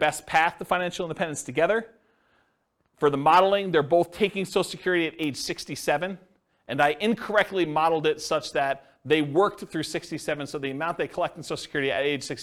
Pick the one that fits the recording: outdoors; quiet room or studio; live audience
live audience